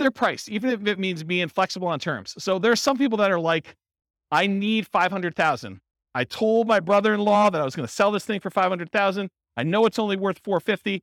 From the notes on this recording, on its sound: This was a live class recorded to give investors a solid qualitative overview of all the different real estate investing strategies. The live in-person version.